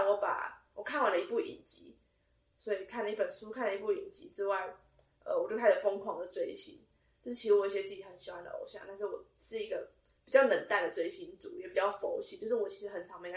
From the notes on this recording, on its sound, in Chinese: 音質因無使用麥克風而略有瑕疵。